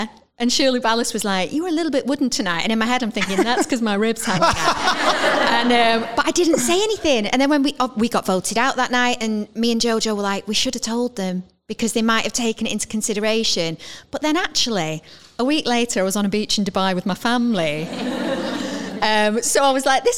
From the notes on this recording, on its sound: questions from the live audience